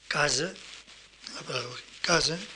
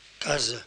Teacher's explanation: esta vocal final, aunque se escriba A, se pronuncia E · Term: vocal neutra